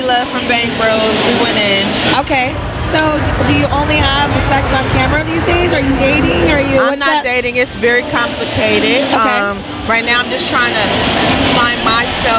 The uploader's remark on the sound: This episode was recorded during the Exxotica Convention.